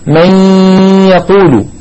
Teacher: أدغمنا النون الساكنة في الياء إدغاما ناقصا، فالنون مجردة والياء بعدها مفتوحة وليس مع الفتحة شدة، إشارة إلى أن هذا الإدغام إدغام ناقص.